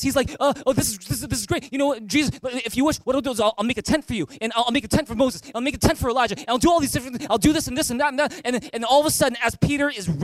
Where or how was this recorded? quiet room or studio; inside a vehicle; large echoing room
large echoing room